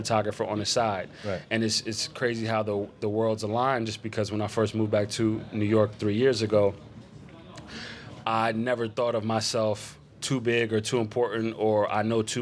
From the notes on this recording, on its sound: We’re back live from the Adorama Event Space